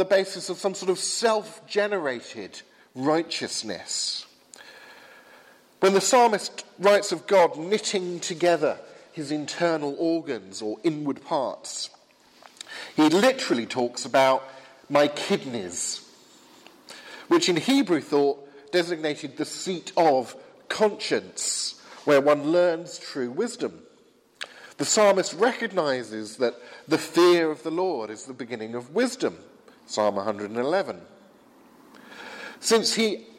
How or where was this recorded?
large echoing room